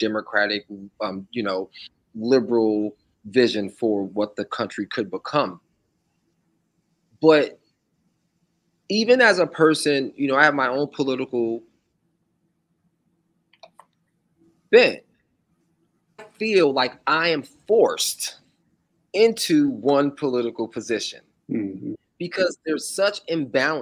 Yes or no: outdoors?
no